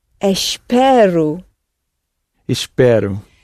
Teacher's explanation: We want it on the penultimate syllable.